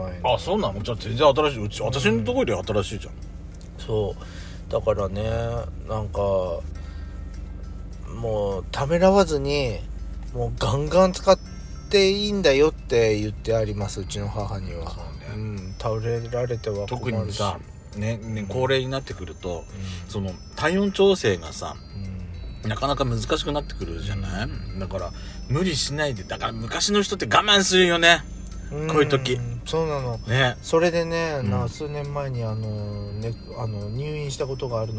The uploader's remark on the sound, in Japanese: 2人組。パーキング収録。